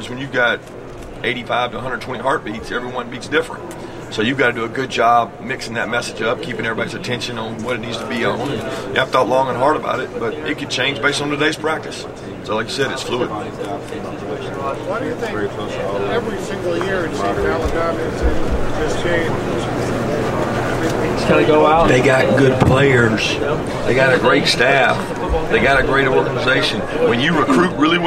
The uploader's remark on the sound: CFP National Championship Media Day Press Conference. College Football Playoff National Championship media day at Philips Arena in Atlanta, GA.